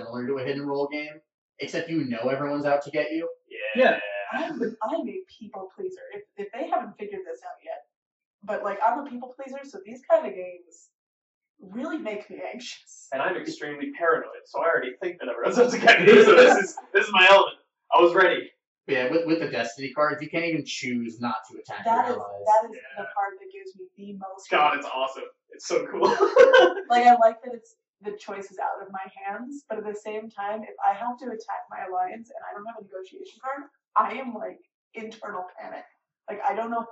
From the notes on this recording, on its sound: Sorry in advance for some of the audio quality, we were dealing with a very pesky echo.